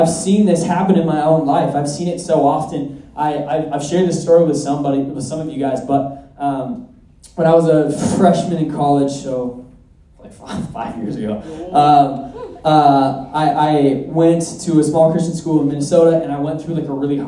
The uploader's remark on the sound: at our Sunday night community gathering